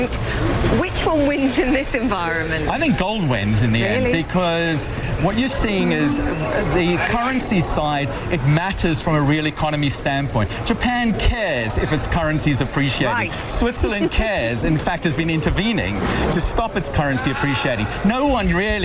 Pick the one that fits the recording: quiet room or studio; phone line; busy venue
busy venue